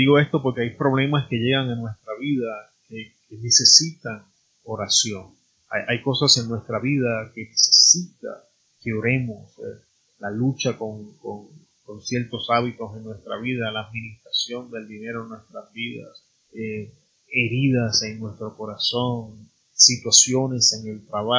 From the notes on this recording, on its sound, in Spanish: Tuve problemas con el audio, disculpen la calidad de sonido en el día de hoy.